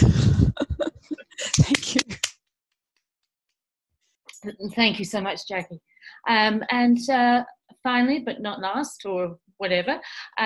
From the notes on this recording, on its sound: This event was held via Zoom on Friday 11 September, 2020.